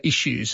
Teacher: We put a sh instead of s sound. And we know from spellings in the 1500s, spellings like ISHOO, issue.